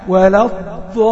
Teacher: بس خد بالك من الضالين، انا عاوز الضاد شويه، والالف اللي بعد الضاد حافظ على تفخيمها لان الالف بتتبع ما بعدها، يعني ولا الضالين.